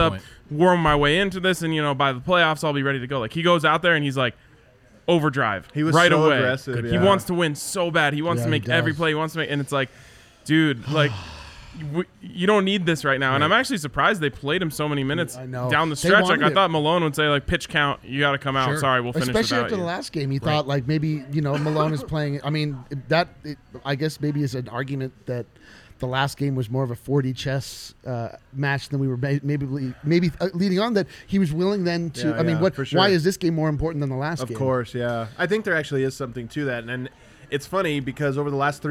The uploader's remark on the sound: Live from the DNVR Bar